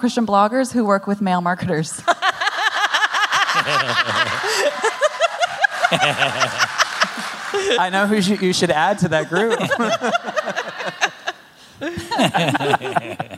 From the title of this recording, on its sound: Live from the H*W Workshop